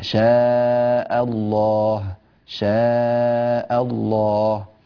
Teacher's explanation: شاء هذه الهمزة الأولى، الله هذه الهمزة الثانية لكننا لا نأتي بها، شاء الله شاء الله.